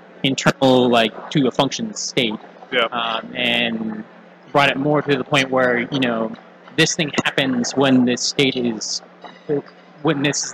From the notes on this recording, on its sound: On-site at Connect.tech. We'll be live and on site at Connect.tech in Atlanta Georgia.